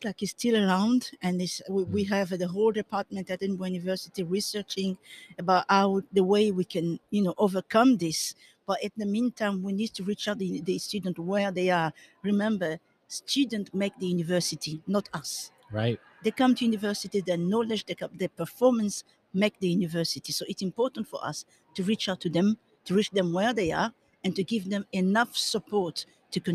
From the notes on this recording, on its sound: recorded LIVE & in person from the 2021 World Innovation Summit for Education (WISE)